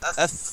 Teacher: هذه شفة واحدة. الأسنان العلوية تدخل في باطن الشفة السفلية فيخرج الفاء، فأقول هكذا أف، أقول هكذا أف. · Term: مخرج الفاء